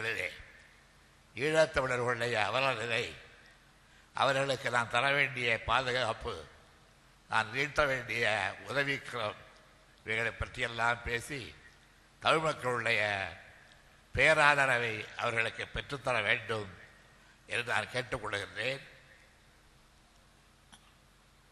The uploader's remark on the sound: TESO Conference Speech